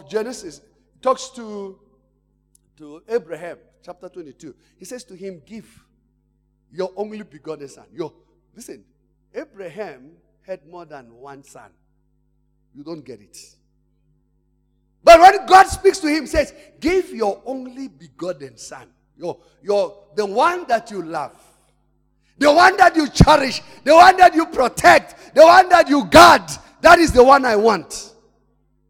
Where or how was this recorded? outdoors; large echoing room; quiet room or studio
large echoing room